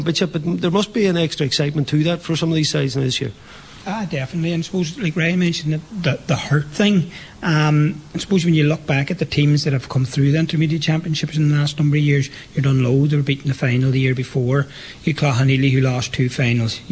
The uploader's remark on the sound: Live from Sisters Sara’s Letterkenny. Watch the DL Debate in association with Sara’s Kitchen at Sister Sara’s Letterkenny.